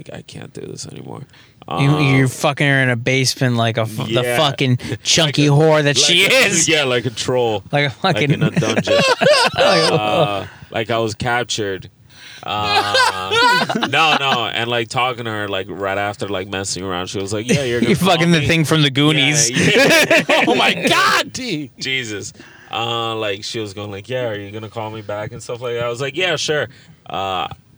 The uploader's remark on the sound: On this episode, we are in the car